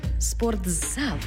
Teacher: У слові «спортзал» звук «ти» переходить у звук «дз»